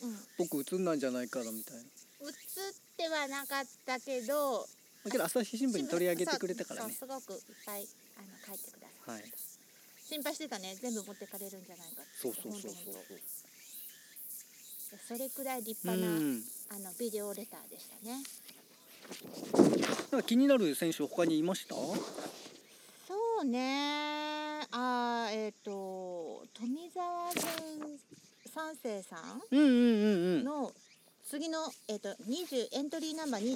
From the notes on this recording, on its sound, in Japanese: 2本目となる四方山バナシは初の野外収録。まだ蝉の声が鳴り響く中、コーヒー片手に。収録場所／ 石井樋公園 （さが水ものがたり館）。